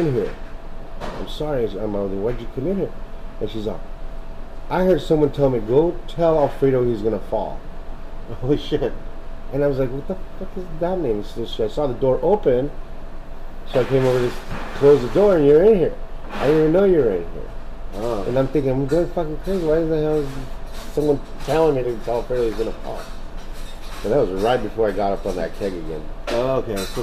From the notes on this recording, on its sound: I did his interview while the bar was just opening, and there is quite abit of background noise. Personally, i feel that the bartender knew we were talking about the hauntings at the bar, and she didnt want us talking about it, so she made extra noise to disrupt the recording.